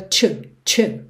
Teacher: o that ligado no you frequentemente soa to, to